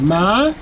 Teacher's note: Y tiene tonos, ¿no? Como este tono ascendente de ma